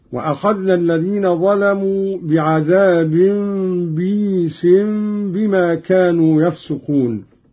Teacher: بكسر الباء بعدها ياء ساكنة مدية على وزن عيس، يقرأ هكذا: وأخذنا الذين ظلموا بعذاب بئيس بما كانوا يفسقون.